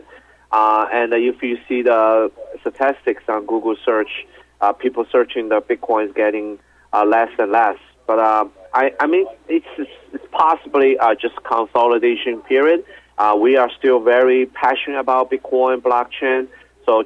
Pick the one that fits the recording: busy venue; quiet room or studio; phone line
phone line